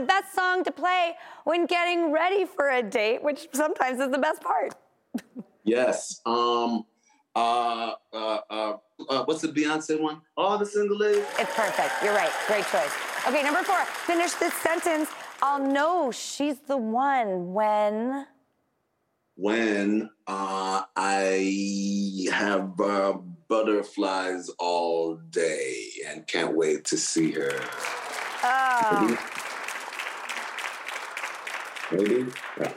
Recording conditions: live audience